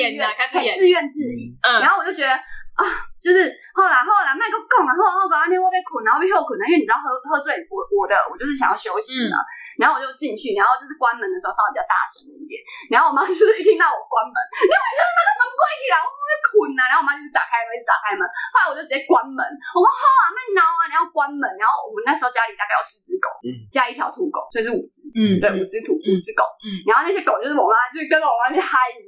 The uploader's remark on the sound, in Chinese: 本集音質不好